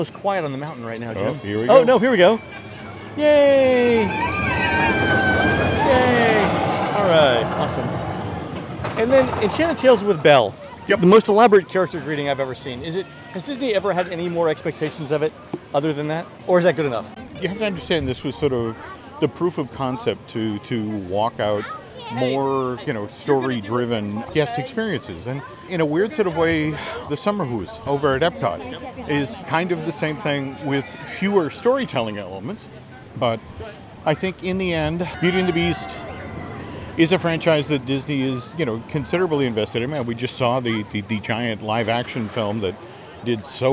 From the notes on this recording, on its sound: Live from Fantasyland. Continue their walking tour of WDW’s Magic Kingdom by strolling through Fantasyland.